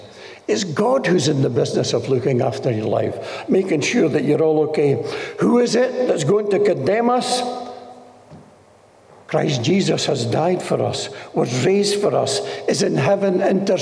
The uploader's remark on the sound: This message was recorded during one of our Sunday morning gatherings.